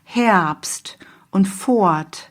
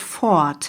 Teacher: Also sprich dieses R, Fort, wird eher zu einem A.